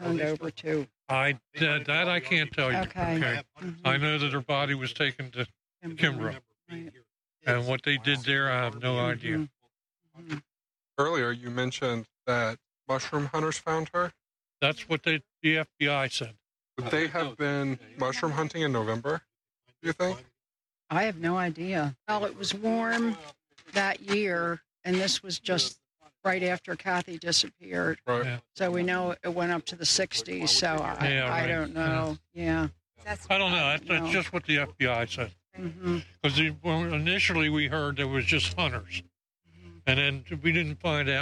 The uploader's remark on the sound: The audio from this episode was recorded remotely along streets and in woods so be prepared for noise from passing traffic and stubborn wind.